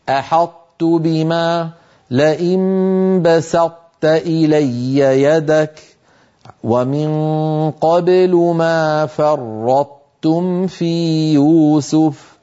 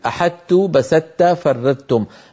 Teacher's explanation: الأمر الثاني، هل لاحظتم بأن طرف اللسان لا يغادر المخرج الذي هو مخرج الطاء والتاء من مقدمة اللسان، من طرف اللسان لا يغادره إلا على تاء، يقرع المخرج على طاء ويتجافى عنه عن تاء · Shown in: first take · هذا هو حقيقة ما يجري عند نطق هذا الحرف.